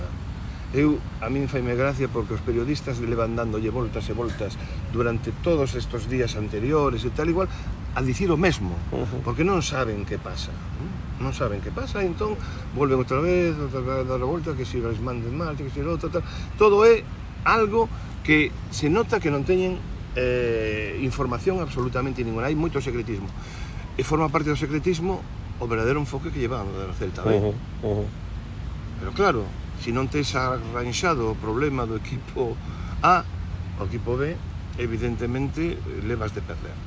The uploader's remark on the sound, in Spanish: Programa grabado en la Playa de Samil, en Vigo.